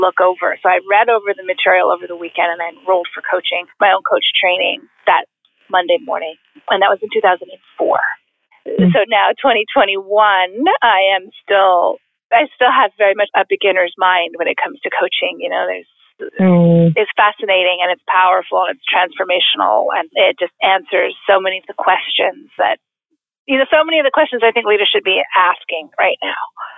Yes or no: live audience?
no